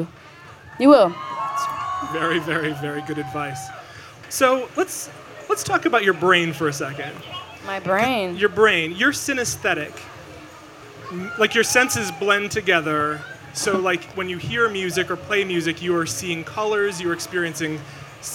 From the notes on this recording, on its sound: Recorded live on stage at Austin's ACL Music Festival.